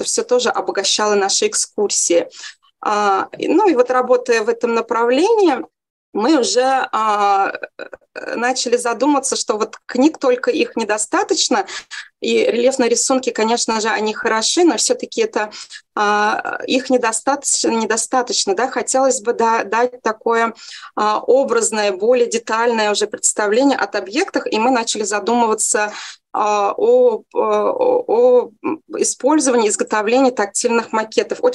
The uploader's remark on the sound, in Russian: Видеозапись вебинара